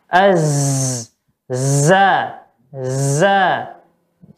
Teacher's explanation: Suara seperti kerumunan lebah. Agak lebih dibesarkan dia suaranya. · Term: sofir